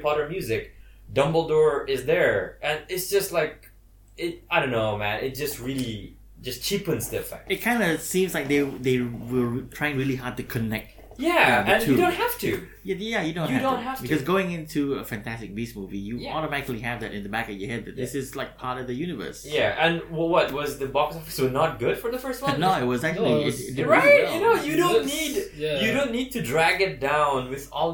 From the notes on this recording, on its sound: Messed up during the recording session and ended up recording in a "not great" quality. Apologies for the drop in audio quality.